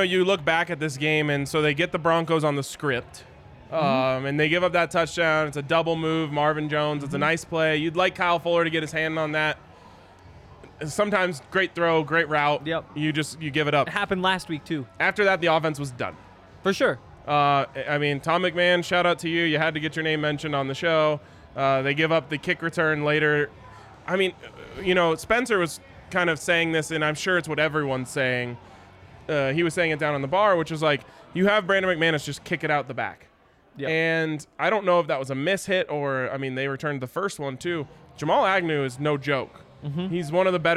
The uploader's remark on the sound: live from the DNVR Bar